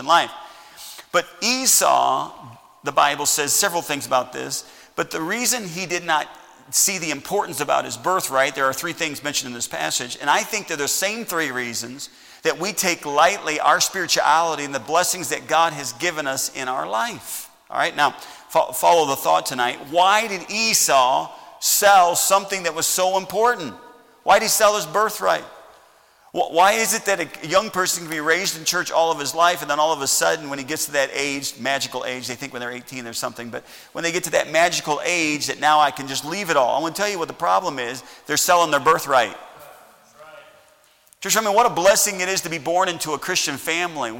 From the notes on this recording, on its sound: Message preached at Heritage Baptist Church, Lawrence Ks.